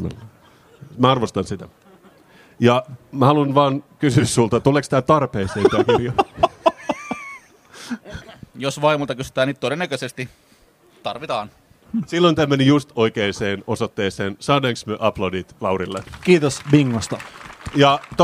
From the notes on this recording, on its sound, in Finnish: Senaatintori LIVE. Poddaavat elävän yleisön edessä Senaatintorilla.